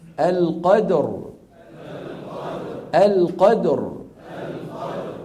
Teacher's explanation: فإذا وقفنا بالسكون تصبح الراء ساكنة وقبلها مفتوح، فنفخم